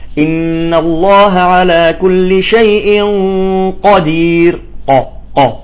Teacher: هذه حروف يعني شو إطباق، يعني اللسان يجب أن يطبق على الحنك العلوي، تمام. لأن حرف القاف ليس من حروف الإطباق وإنما من حروف الاستعلاء